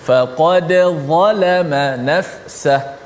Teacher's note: dal tu ada qalqalah kena bunyi qalqalah